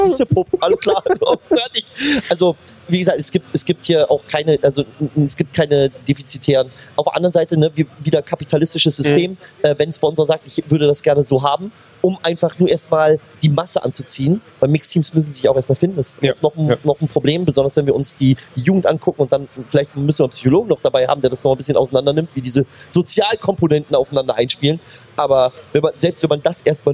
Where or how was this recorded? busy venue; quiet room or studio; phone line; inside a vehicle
busy venue